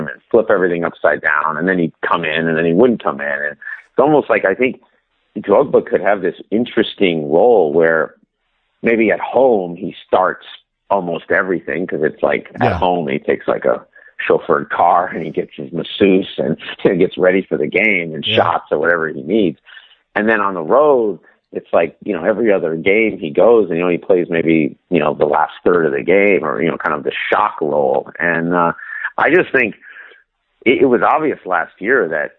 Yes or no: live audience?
no